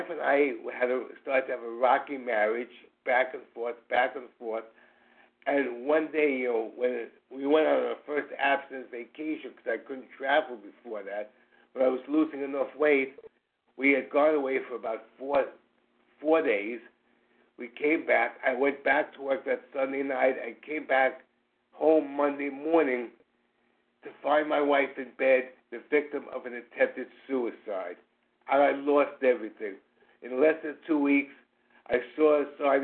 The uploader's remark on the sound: Qualification from the 100 Pounders Phone Meeting.